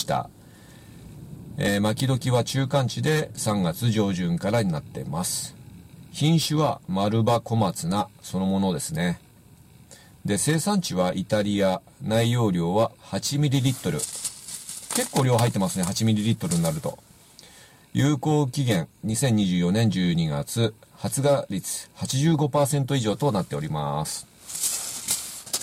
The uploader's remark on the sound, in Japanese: 風が強く自動車の中での撮影となりました（初です！）。